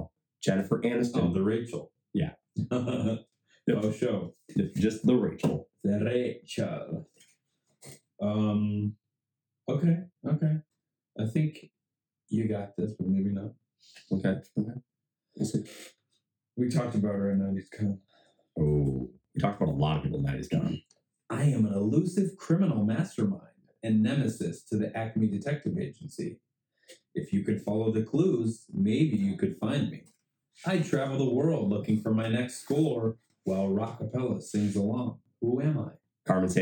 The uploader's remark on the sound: Do to ongoing Microphone issues the last ≈10 minutes of audio had to be salvaged from phones/ backup recordings.